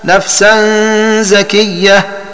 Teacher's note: بحذف الألف بعد الزاي وتشديد الياء